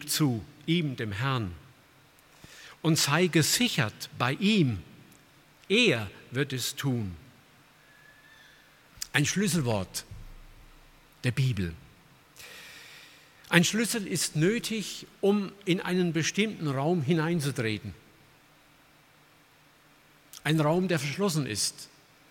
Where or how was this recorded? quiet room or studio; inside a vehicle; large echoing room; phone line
large echoing room